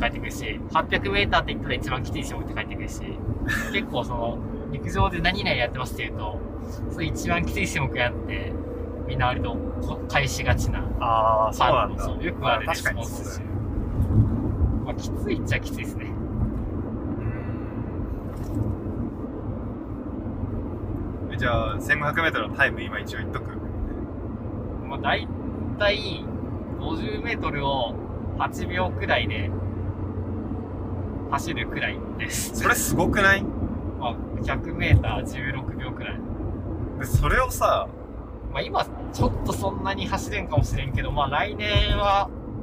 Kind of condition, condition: setting, inside a vehicle